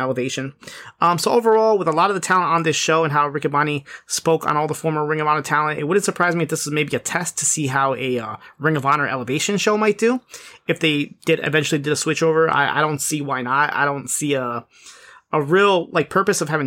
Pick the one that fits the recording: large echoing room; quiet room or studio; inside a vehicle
quiet room or studio